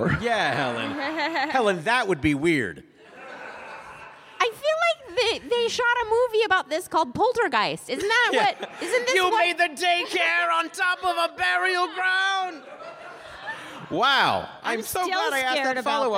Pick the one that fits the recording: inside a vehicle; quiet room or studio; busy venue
busy venue